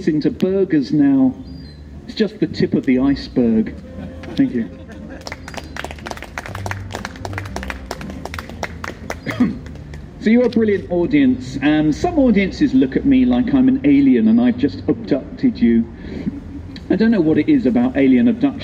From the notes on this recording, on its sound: Live in Plymouth at Wonderzoo Mellow Yellow. On a windy day at a one day festival in Plymouth, August 2020.